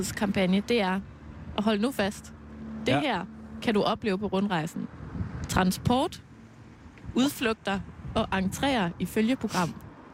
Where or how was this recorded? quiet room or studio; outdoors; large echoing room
outdoors